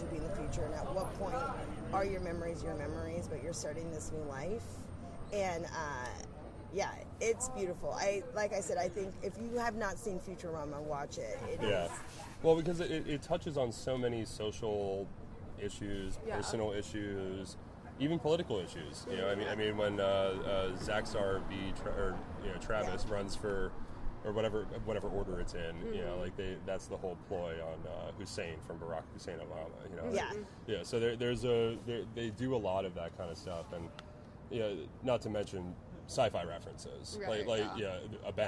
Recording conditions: busy venue